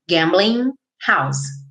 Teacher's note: Gambling termina com ing. Esse G normalmente não é pronunciado